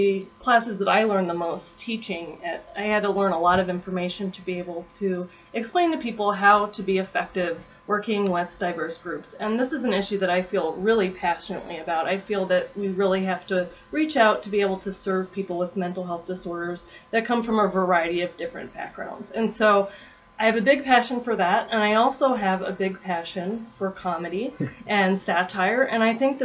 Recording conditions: poor sound quality